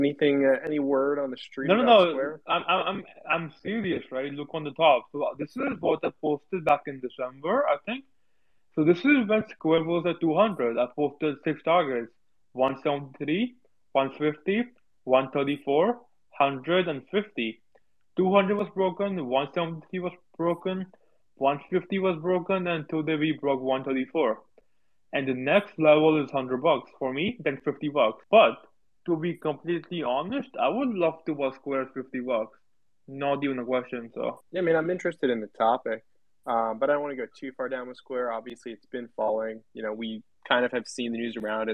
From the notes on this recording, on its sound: Today’s recorded Twitter spaces is from our weekly Rippers Power Hour